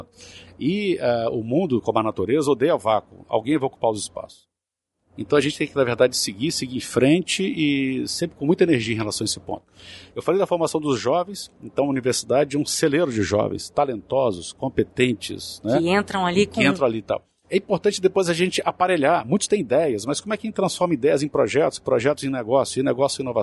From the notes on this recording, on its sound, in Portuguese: Episódio gravado no evento "SEBRAE/ESX - ESPÍRITO SANTO INNOVATION EXPERIENCE", realizado em dezembro de 2021.